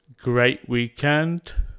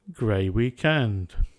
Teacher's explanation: Delete t with a glottal stop. · Shown in: first take